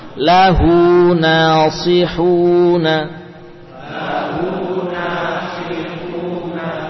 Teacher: Diperjelas huruf sad, nasi ya, dengan tebal.